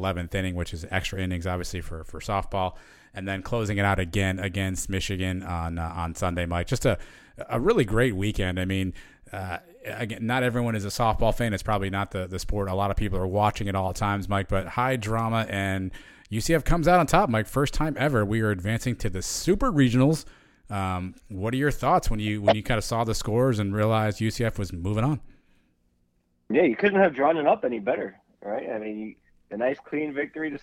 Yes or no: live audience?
no